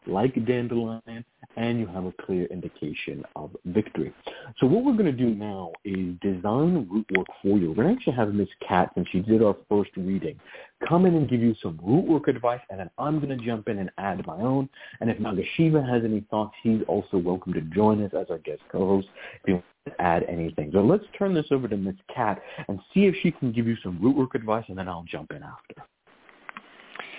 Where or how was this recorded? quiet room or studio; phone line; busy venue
phone line